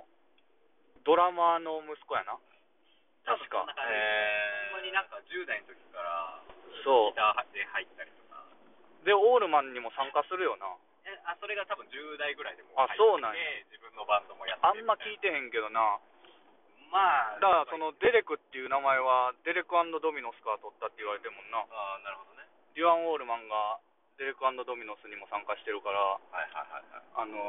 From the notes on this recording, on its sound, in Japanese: 車中トークのため音質悪